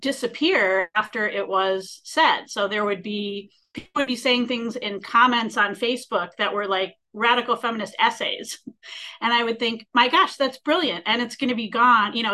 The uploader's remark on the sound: A live webinar